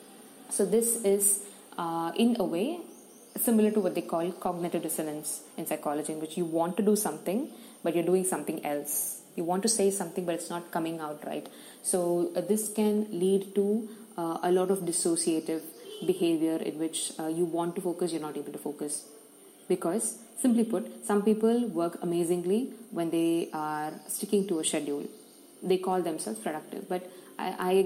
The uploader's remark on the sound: please excuse the background noise!!